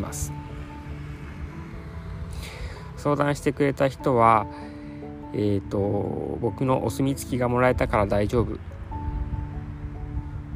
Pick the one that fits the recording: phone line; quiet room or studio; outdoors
outdoors